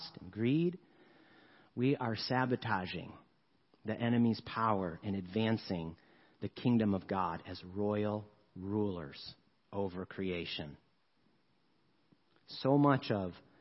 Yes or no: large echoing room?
yes